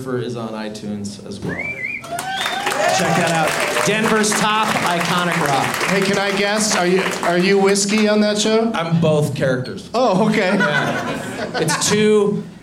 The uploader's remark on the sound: Live from Comedy Works in Denver